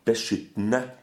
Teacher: There's an E there behind the two T's, you don't hear it.